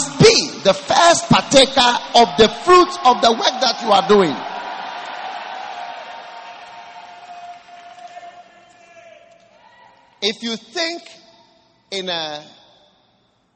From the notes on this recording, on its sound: Preached at the 'Q4 Easter Convention' at The Qodesh.